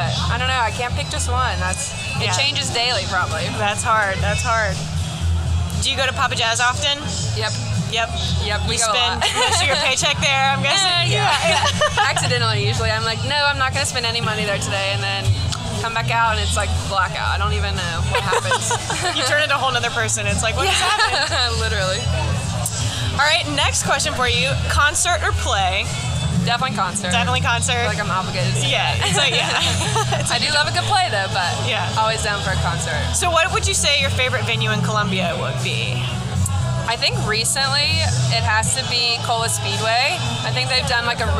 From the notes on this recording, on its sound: LIVE from First Thursday on Main. Take a listen to what your neighbors have to say about their favorite things in the 803!